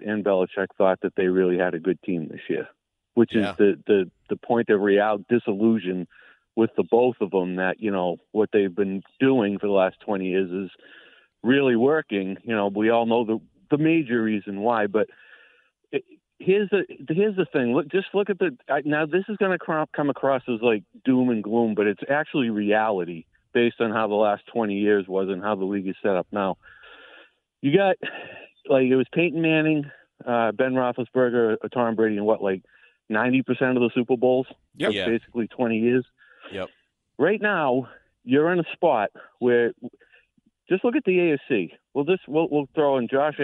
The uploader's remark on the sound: take your calls texts and tweets live on the air